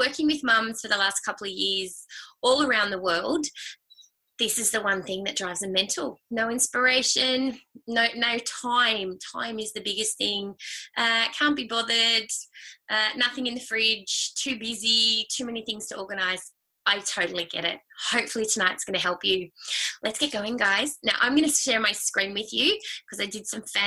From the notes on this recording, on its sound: It is the audio to a live online workshop that I held during the week.